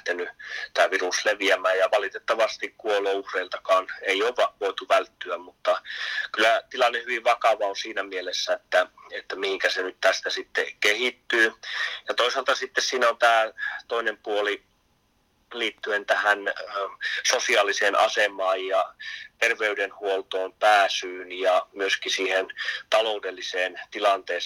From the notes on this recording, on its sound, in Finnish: Poikkeuksellisesti puhelinhaastattelussa.